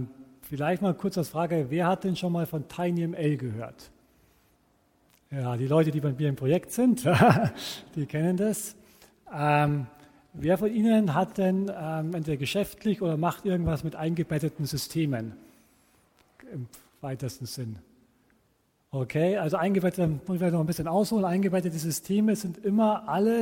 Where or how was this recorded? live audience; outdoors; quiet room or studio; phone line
live audience